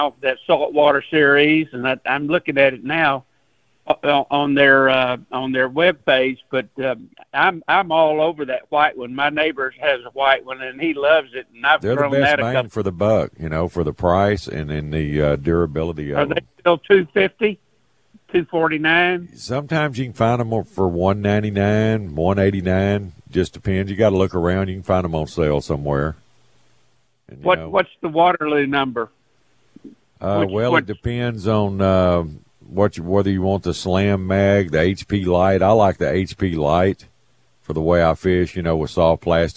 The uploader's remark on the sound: Takes a few phone calls from the sickos.